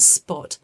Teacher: a p isn't as strongly aspirated when it comes after a s. It doesn't have that strong puff of air.